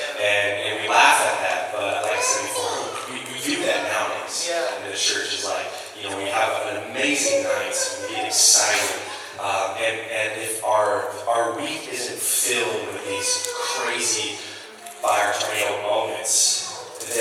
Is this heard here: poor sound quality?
yes